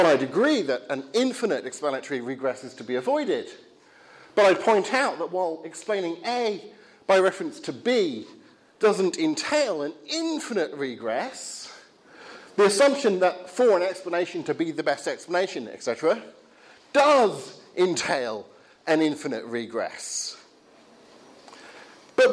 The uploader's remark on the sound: Talk from the Reasonable Faith series at Highfield Church Southampton, Sunday 9th October, 2016.